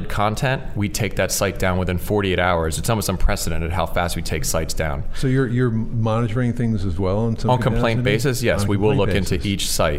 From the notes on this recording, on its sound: Join VoiceAmerica as we Broadcast LIVE form the American Film Market! Over 8,000 industry leaders converge in Santa Monica for eight days of deal-making, screenings, seminars, networking and parties.